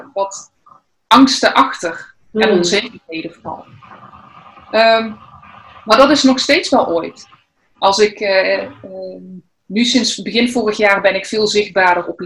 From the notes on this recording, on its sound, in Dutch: Vanwege Corona een interview via Zoom, maar het gesprek was er niet minder om.